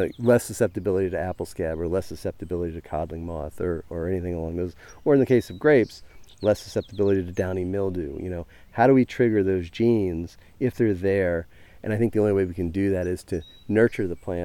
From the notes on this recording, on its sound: His own biodynamically enlivened orchard and mushroom operation in central New York. It was the first in-person interview I’ve done on location. As we walk through the trees and other plants. You’ll hear the sounds of birds and orchard life all around us in the background as we talk.